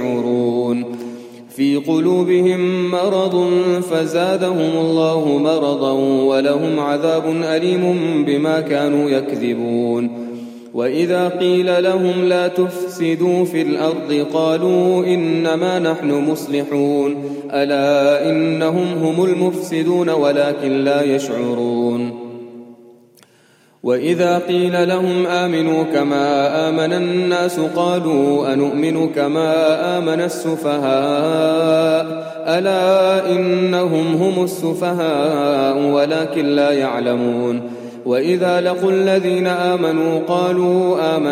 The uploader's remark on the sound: Qiyaam Day 1 at the houghton Houghton masjid